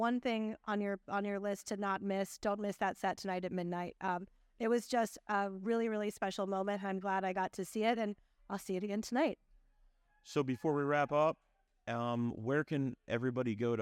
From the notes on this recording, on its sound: Recorded live from “Bar City” on Rock Boat XXIII.